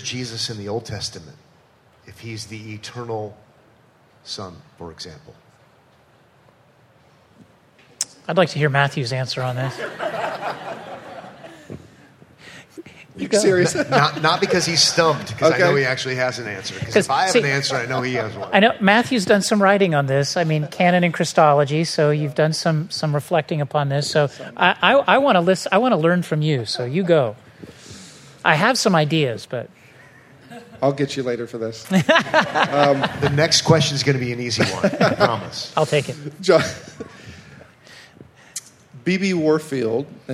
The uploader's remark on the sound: a live Q&A session